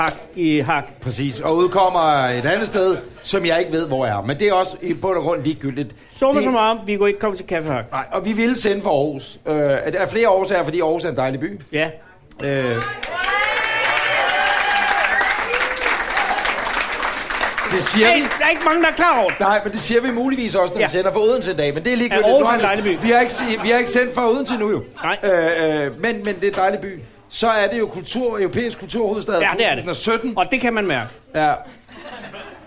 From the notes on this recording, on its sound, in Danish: Live fra Aarhus. Er optaget på beværtning ' Hos Anders' I Aarhus Midtby. Foran et oplagt publikum.